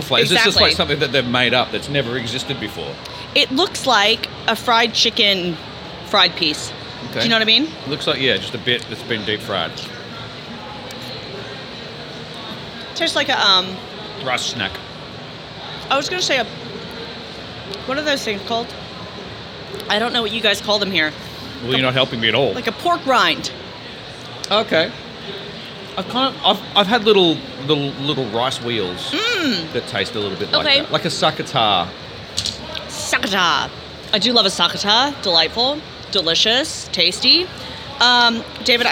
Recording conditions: busy venue